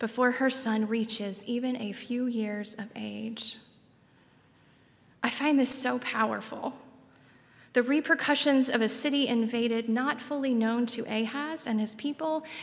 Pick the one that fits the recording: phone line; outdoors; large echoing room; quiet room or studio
large echoing room